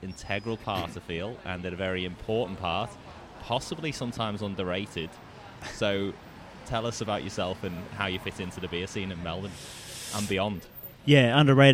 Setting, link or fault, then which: setting, busy venue